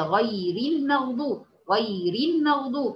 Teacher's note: الراء مرققه في الوصل لانها مكسوره